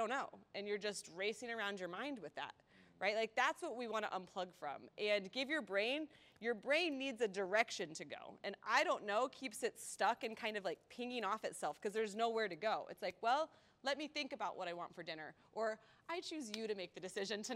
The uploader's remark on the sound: This podcast was shot as a special event in front of a live audience in collaboration with Make One Day Happen.